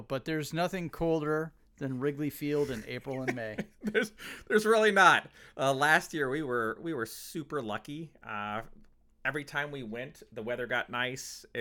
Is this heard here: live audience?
no